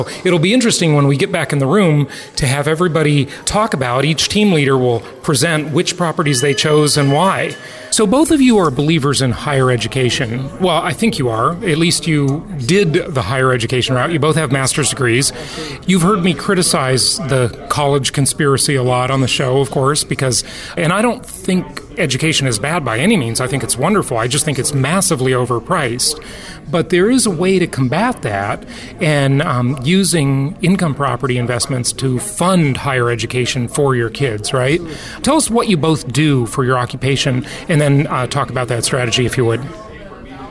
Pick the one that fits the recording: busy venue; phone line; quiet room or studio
busy venue